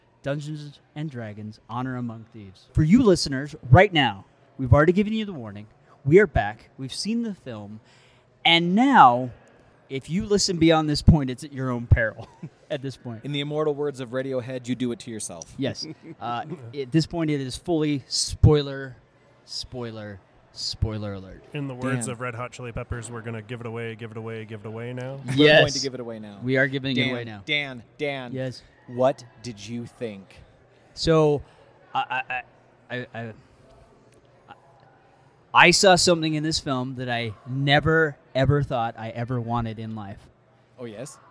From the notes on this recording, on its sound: broadcast live from the Dungeons and Dragons Honor Among Thieves Live Event.